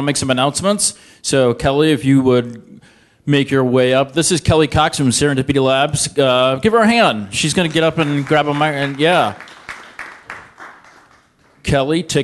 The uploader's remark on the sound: This is the audio recording from the live event.